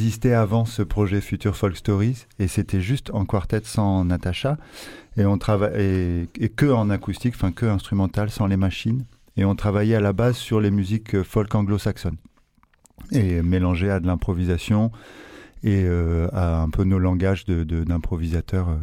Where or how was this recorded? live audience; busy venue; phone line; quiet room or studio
phone line